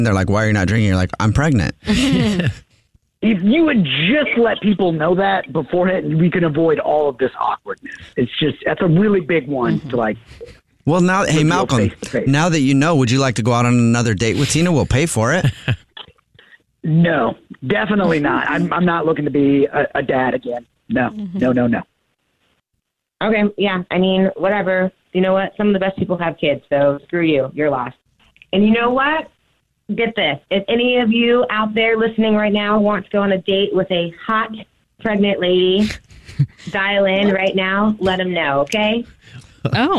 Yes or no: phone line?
yes